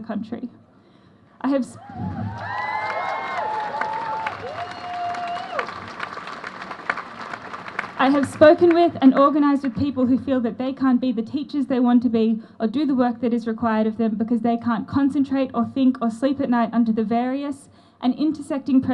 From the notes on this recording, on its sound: at the Mothers For Climate Justice event outside NGV Sat 19 Aug